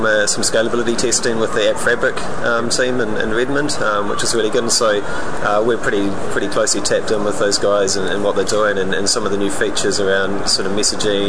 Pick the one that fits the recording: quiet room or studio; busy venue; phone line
busy venue